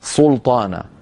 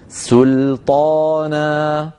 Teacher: فلننتبه إلى هذا، فنقول سل نرقق السين واللام، ثم نقول طانا أصيلها سلطانا، هكذا بسين ولام مرققتين ثم طاء ومفتوحة مفخمة بعدها ألف مفخمة أيضا · Shown in: second take · Term: ترقيق السين